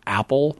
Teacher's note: I've got a glottal stop on the front of it.